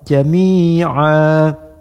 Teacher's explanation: an apabila waqaf, tidak lagi an, menjadi a dan panjang dua harakat